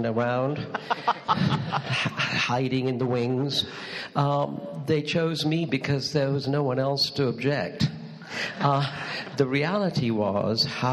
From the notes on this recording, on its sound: Doctor Who: Podshock Live Show recorded on stage at Gallifrey One's Catch 22: Islands of Mystery. In Los Angeles, California.